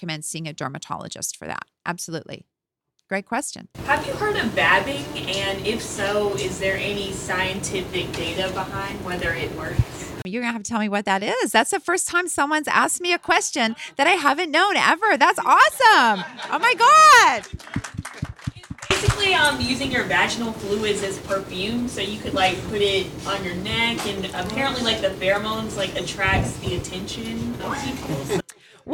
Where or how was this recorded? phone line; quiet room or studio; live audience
live audience